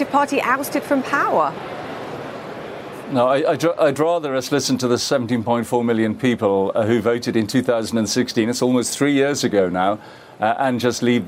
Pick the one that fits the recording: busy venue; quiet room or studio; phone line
busy venue